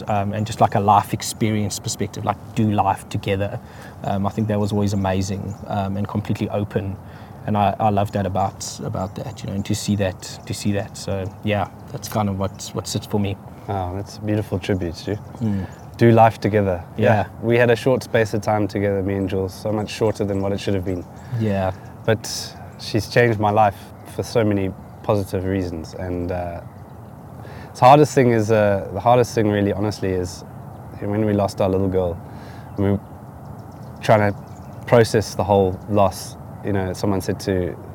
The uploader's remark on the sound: Catch up in a nature reserve in Johannesburg. Recorded from the beautiful Modderfontein Reserve, nestled in the heart of Johannesburg on a chilly morning.